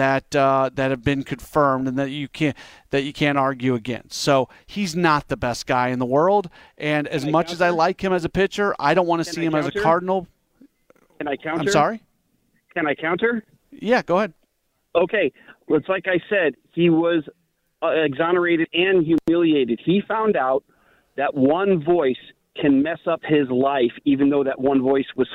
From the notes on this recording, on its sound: broadcasts live from the MLB Winter Meetings in Nashville